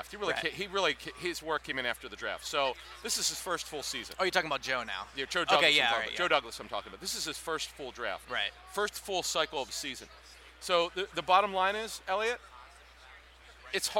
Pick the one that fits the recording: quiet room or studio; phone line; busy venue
busy venue